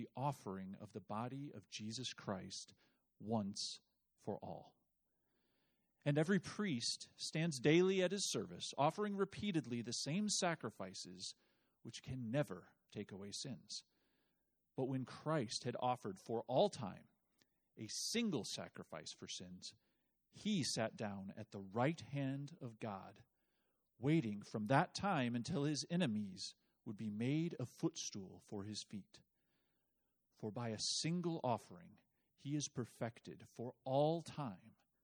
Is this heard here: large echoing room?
yes